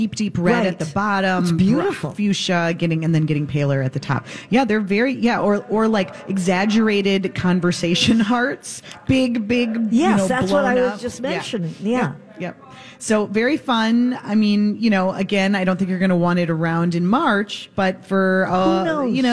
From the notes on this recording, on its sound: Live at Max's Fine Jewelry!